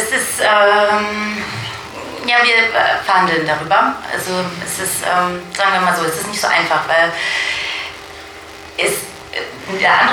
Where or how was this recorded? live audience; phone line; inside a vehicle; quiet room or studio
live audience